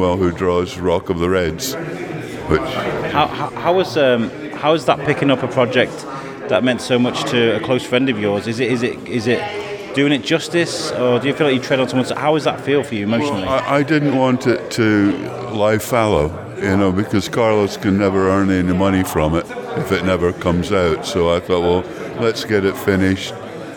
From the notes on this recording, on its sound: takes a walk through Shrewsbury's finest comicbook festival